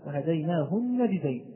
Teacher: تقول لي النون مشددة ليست ساكن، أقول لك الحرف المشدد ما هو إلا حرف ساكن وحرف متحرك، فأن نجدين هذه النون ما هي إلا نون ساكنة ونون مفتوحة، فأدغمت الساكنة في المفتوحة حتى أصبح لدينا نون واحدة